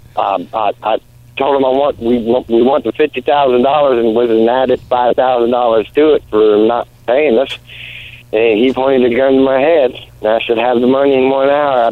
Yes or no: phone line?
yes